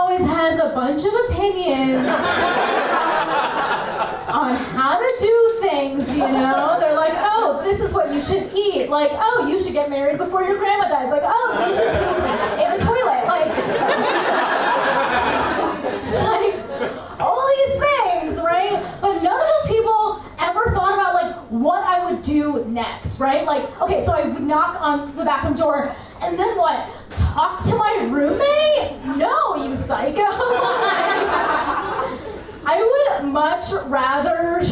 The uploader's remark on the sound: This week’s episode features two live stories.